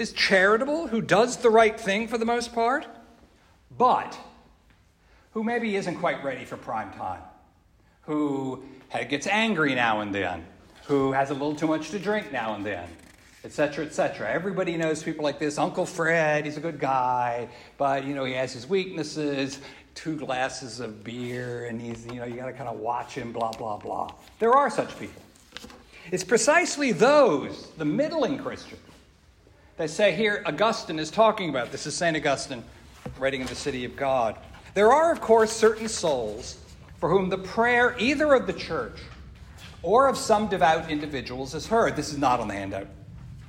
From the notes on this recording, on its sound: This lecture was given on October 13th 2023. Joseph's in Greenwich Village.